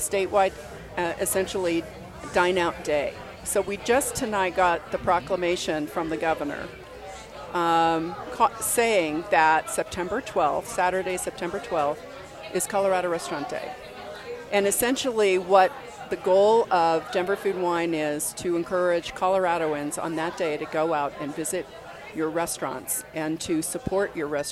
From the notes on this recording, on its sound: Live from Pizza Republica - Downtown Denver